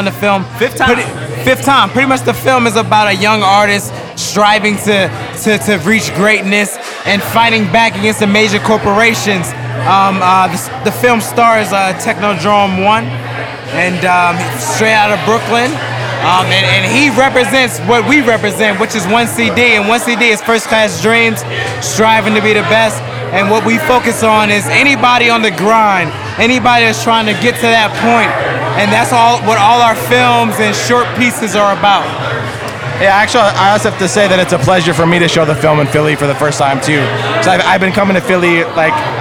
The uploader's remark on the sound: LIVE at the TOBH Photoshoot Party. This event also doubled as the Philadelphia Premier for the movie Almost One.